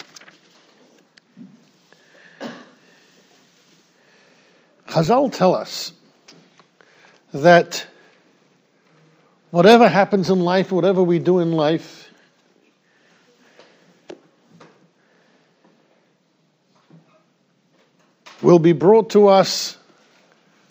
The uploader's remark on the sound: Shiur recorded in Yeshivas Ohr Reuven, Monsey, NY.